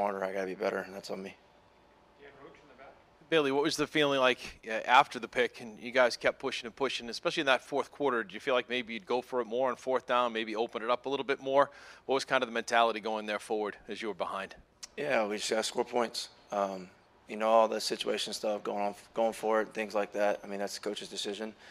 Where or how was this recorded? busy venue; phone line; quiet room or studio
busy venue